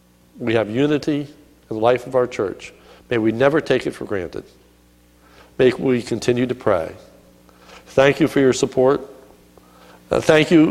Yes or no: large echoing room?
yes